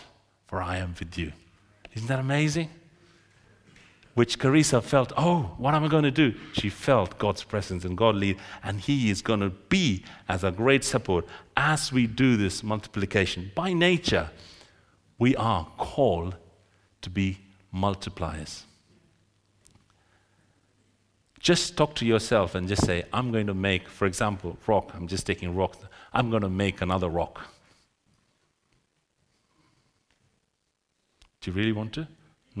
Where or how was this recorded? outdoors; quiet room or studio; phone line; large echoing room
large echoing room